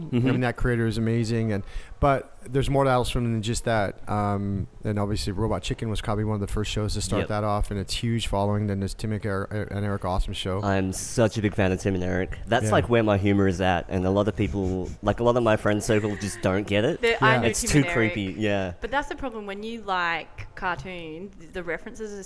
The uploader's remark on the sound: Emergence Festival, Margaret River. I had the honour of heading to Emergence Creative Festival in Margaret River to have some quick and casual chats with some of the speakers. Here is a segment recorded in the beautiful Vasse Felix winery.